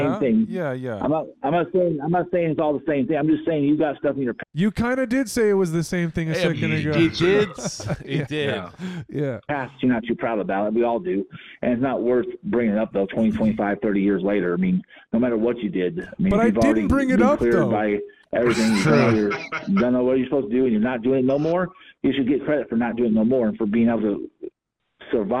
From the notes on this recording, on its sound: the recording of the call